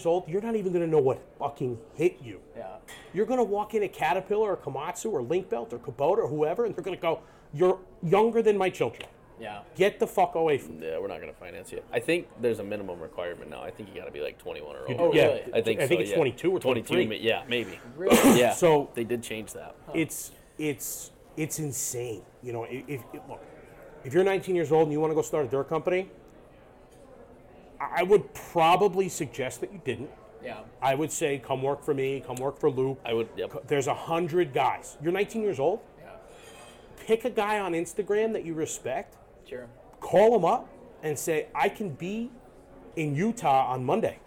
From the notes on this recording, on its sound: LIVE AT CONEXPO 2023!